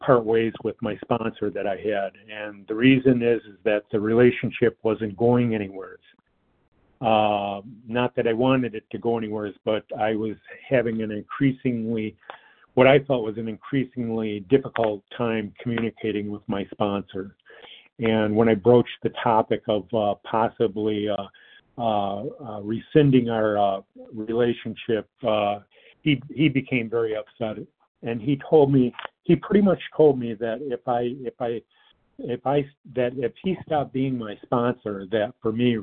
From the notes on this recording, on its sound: 100 Pounders Phone Meeting